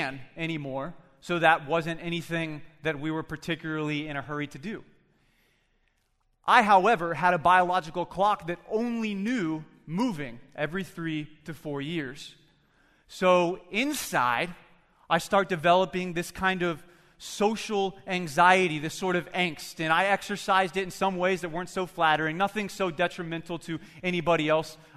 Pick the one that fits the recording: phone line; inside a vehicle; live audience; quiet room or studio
live audience